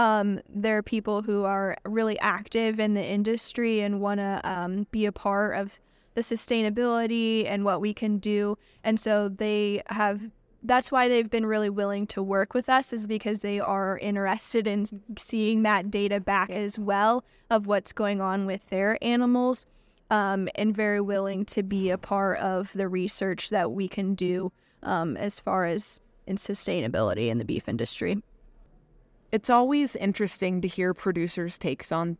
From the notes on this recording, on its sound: On location at the annual meeting of American Society of Animal Science in New Mexico.